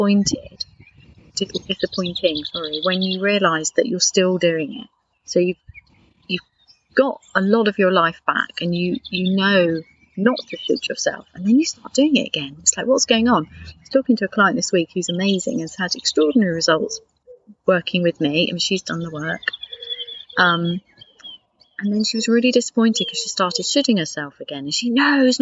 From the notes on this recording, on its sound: This episode was recorded in my garden, just because I can.